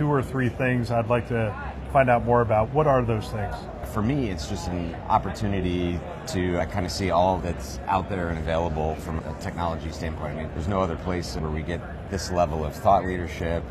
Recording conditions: busy venue